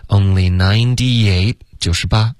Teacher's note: Only ninety eight 的 t 省略